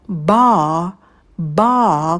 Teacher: Будет долгий звук а, как такой волнообразный, как будто бы мы укачиваем ребенка. Ба. И если вы предпочитаете американский вариант, то можем добавить в конце звук р.